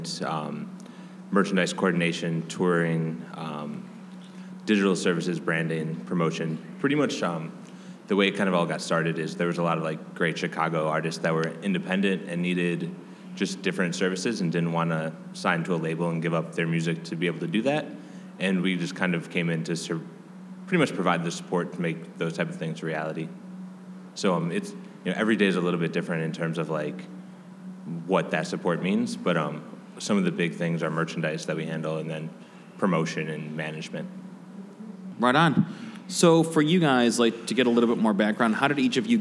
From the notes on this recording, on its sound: In a live panel recorded during the City of Chicago's Lake FX conference